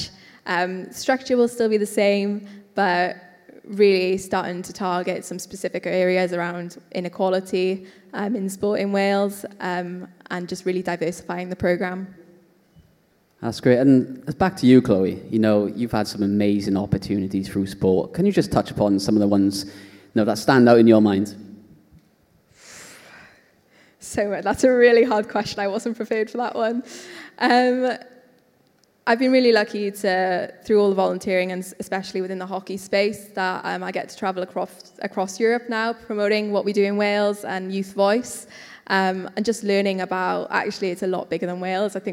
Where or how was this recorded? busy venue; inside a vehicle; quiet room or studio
busy venue